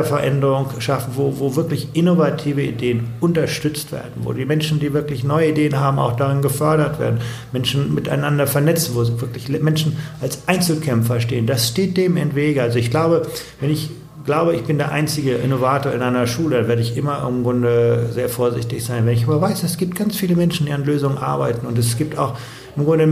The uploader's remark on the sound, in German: auf dessen Konferenz wir das Interview aufgezeichnet haben